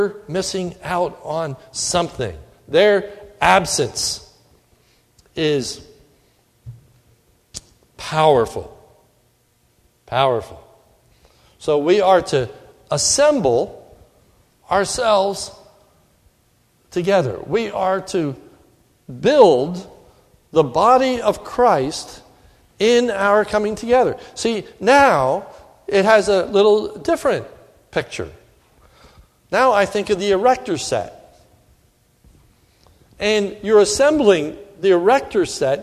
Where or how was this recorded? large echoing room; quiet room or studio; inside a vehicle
large echoing room